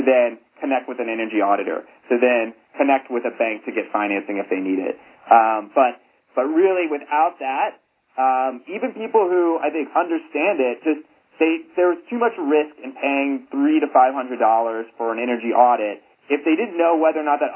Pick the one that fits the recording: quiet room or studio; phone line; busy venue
phone line